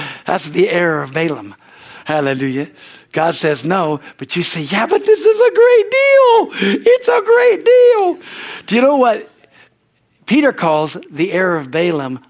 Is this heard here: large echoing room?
yes